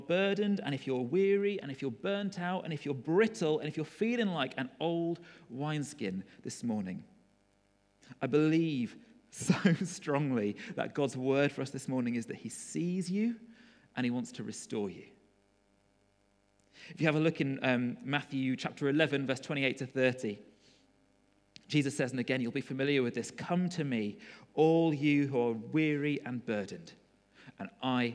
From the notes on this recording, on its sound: Recorded at freedomcentre church, Preston